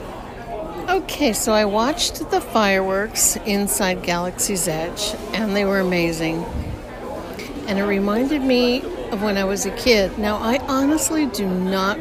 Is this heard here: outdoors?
yes